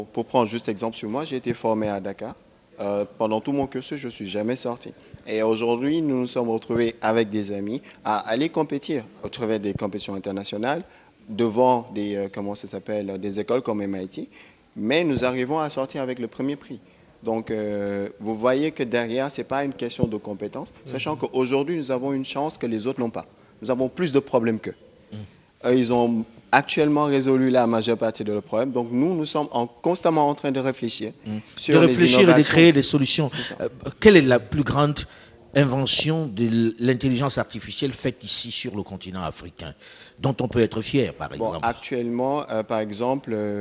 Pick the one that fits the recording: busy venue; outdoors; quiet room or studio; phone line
busy venue